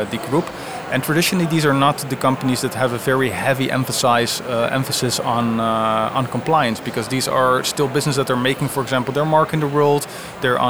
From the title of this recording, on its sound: live recorded from Money2020 (June 2023)